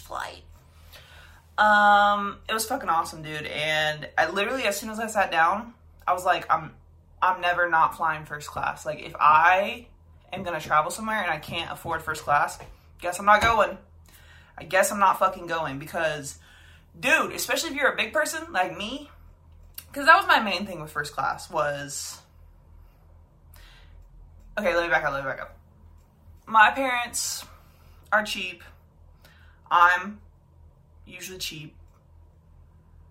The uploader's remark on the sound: I forgot to plug my mic in like an absolute moron so video audio it is!